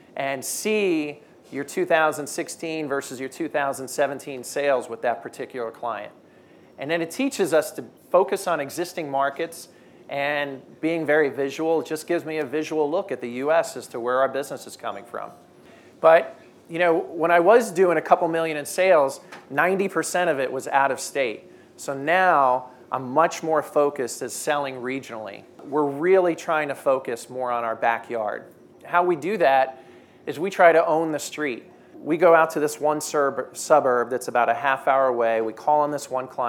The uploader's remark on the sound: At our inaugural skucamp event in Palm Springs, CA, some of the most influential and progressive distributors and suppliers gathered to spend a few days in community, listening to speakers and learning from one another. Today’s skucast episode was recorded at skucamp.